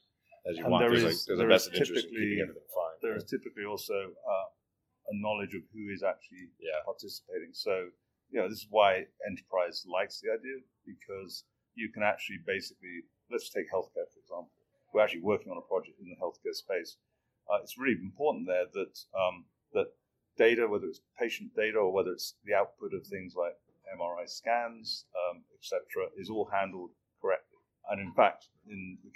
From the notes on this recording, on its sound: live from GlueCon 2018 in Colorado